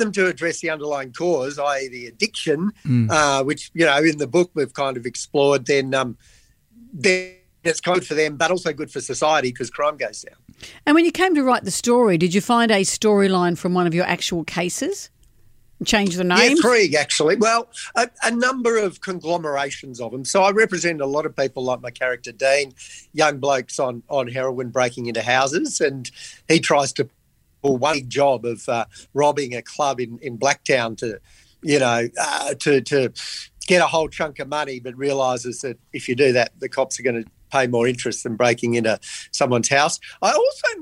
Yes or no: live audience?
no